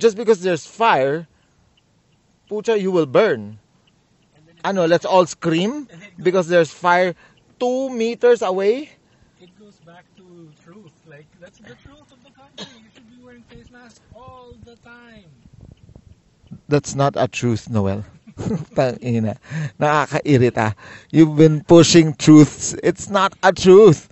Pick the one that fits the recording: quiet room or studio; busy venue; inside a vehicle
inside a vehicle